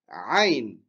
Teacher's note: Donc ayn, ça vient du fond de la gorge.